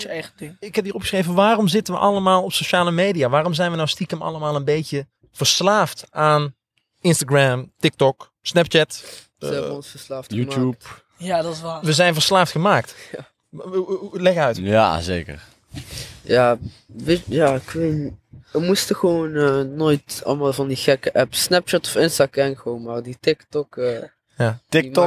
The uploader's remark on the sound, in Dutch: Is opgenomen op het dak van de school. Met -3 aan een hangtafel en in het zonnetje.